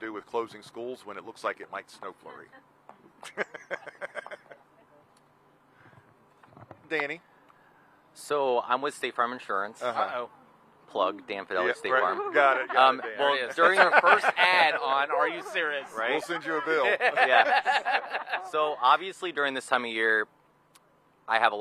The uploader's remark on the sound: Broadcast live from Bonfire Taqueria in Conway for our season finale as part of WMBF First Alert Hurricane Week!